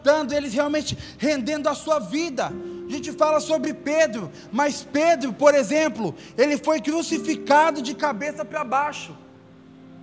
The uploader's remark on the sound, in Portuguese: Áudio do Culto de Domingo